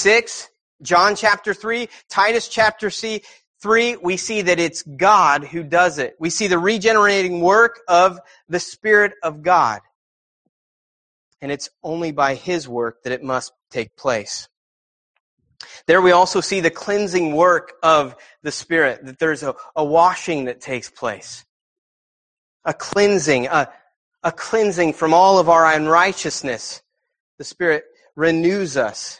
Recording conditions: large echoing room